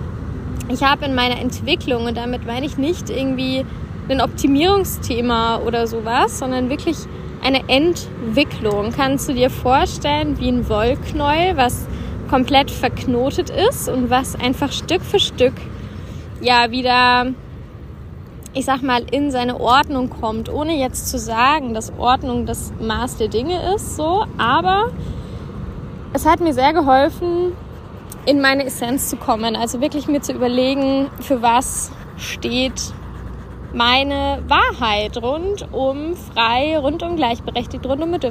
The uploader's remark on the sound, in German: Kurzschnack live aus unserem Päuschen in der Sonne